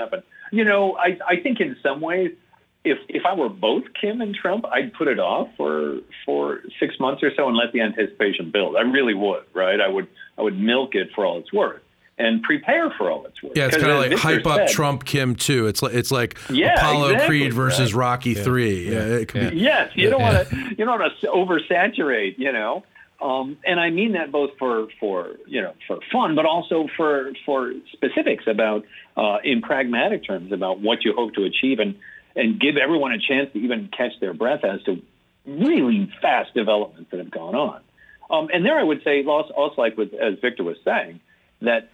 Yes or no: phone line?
yes